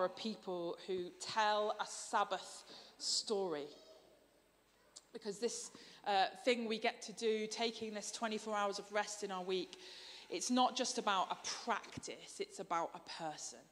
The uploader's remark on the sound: Streamed live at St Paul's Shadwell